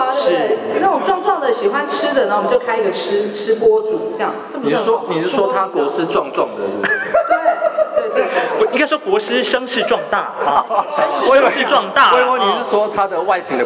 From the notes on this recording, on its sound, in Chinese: 挑戰Podcast Club活動上台即興尬聊。台灣鳥廳院首次參加Podcast活動。一出場就直接進聲國家兩廳院。參加「podcaster即興尬聊秀」。